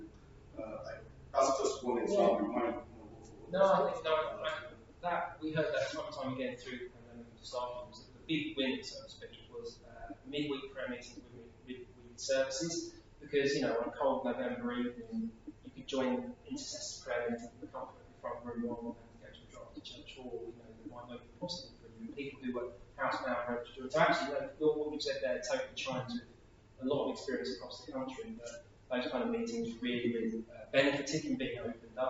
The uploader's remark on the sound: Audio from a seminar hosted by Premier at the National Parliamentary Prayer Breakfast 2023 in the Houses of Parliament